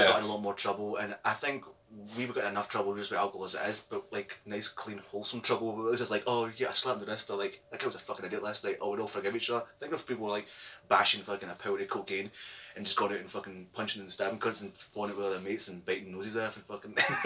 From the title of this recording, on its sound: POOR SOUND QUALITY